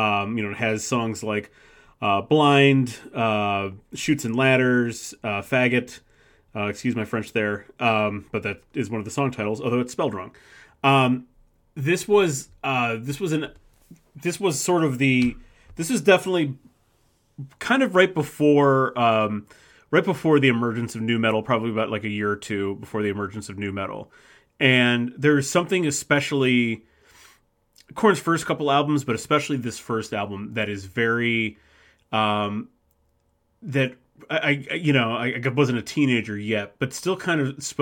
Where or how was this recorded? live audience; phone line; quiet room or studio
quiet room or studio